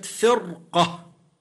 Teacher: وإن اختل الشرط الثاني مثل كلمة فرقة بعد الراء الساكنة وقبلها كسر حرف من حروف الاستعلاء، القاف مفتوحة، تفخم